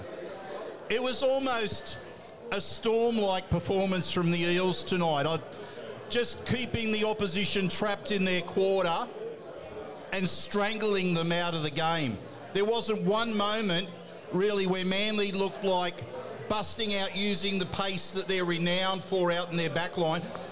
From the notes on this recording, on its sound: The Tip Sheet is live from Jacks Bar & Grill.